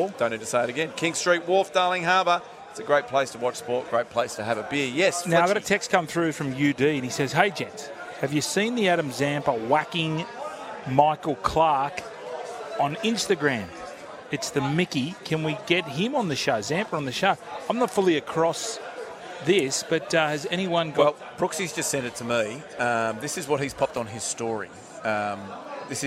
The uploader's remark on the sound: live from The Sporting Globe